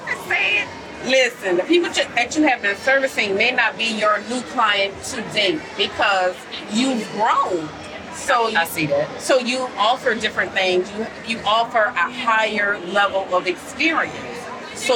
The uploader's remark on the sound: We recorded an impromptu podcast of the Med Spa Club at Essence Fest in their BeautyCon booth! We recorded an impromptu podcast of the Med Spa Club at Essence Fest in their BeautyCon booth!